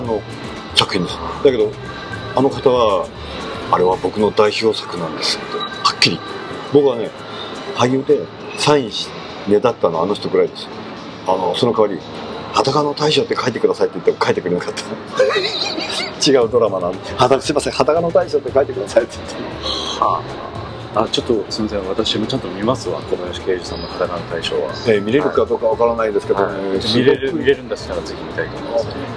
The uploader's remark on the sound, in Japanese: 東京某所でのインタビュー。音声につきましては、スタジオでの収録ではありませんので、多少騒がしいのはお許しいただければと思います。